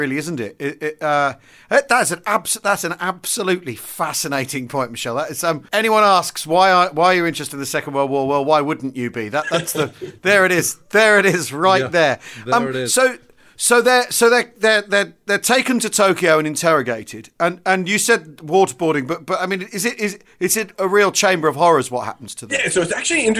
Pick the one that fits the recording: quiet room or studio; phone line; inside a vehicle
quiet room or studio